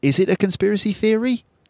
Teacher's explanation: hear the quite steep intonation on that question